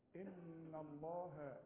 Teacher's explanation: ان الله، النون لازم تغني، ما تقولش ان الله ان الله ابدا، لازم.